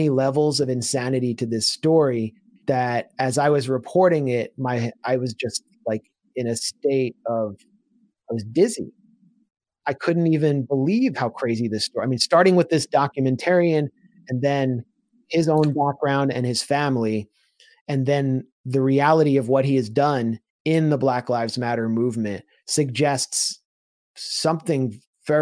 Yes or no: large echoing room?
no